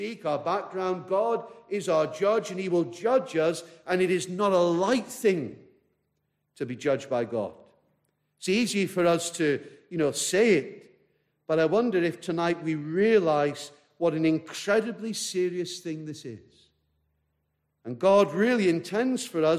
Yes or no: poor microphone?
no